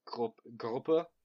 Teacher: Like you kind of got like a little glottal feeling to your R's · Term: harder R sound